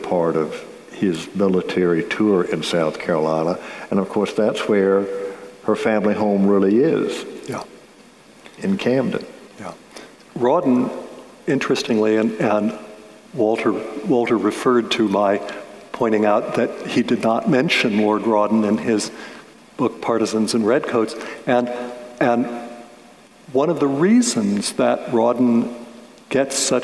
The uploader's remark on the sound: a conversation recorded before an audience, live as well as virtual, at the Charleston Literary Festival in November of 2021.